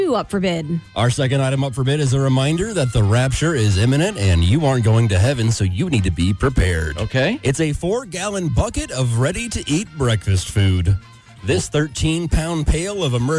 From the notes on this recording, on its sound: On the phone! From the Chiefs Radio Network.